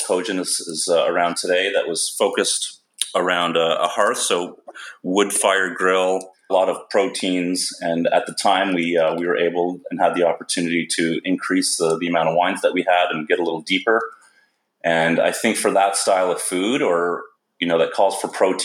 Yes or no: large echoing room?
no